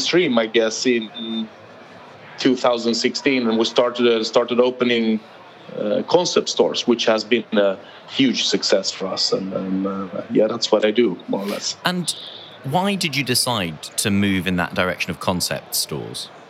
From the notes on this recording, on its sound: Recorded at World Retail Congress 2019